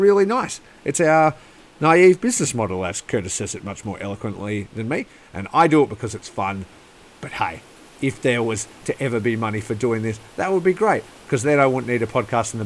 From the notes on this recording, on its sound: Live on location from a rainy warehouse